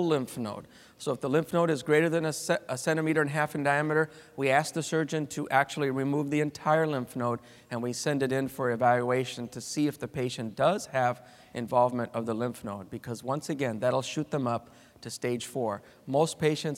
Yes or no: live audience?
yes